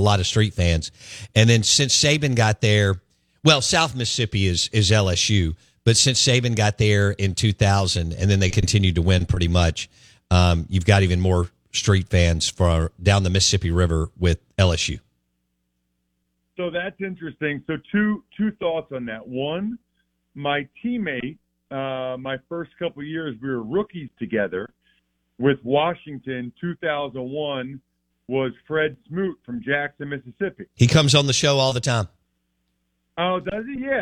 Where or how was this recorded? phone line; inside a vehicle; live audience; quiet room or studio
phone line